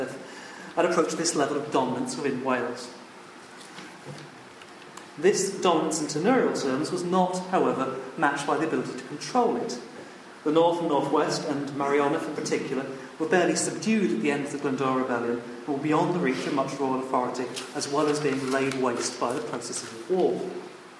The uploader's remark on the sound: It was recorded at a Cymmrodorion event in April 2015.